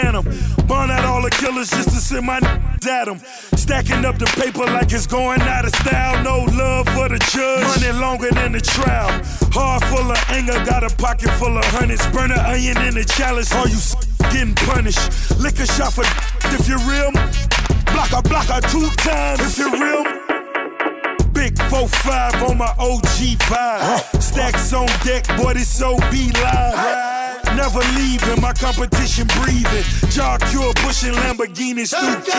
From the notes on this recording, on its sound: Was performing at a launch in New Kingston so I had to have a chat with him backstage.